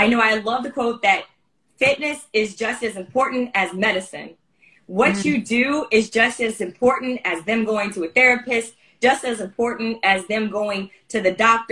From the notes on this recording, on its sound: Today's episode includes the audio of an Instagram Live